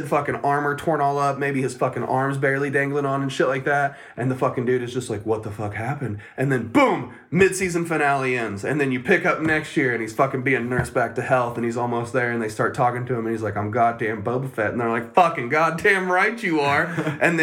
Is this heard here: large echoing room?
no